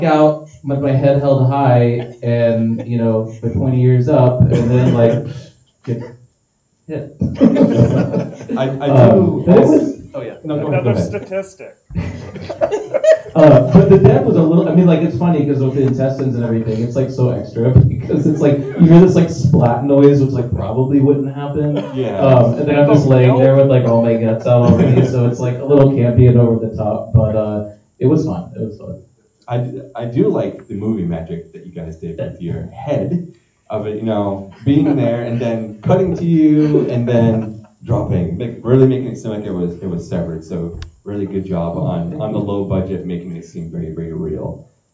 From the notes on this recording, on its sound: Live Event. Live Recording At Cinema Salem!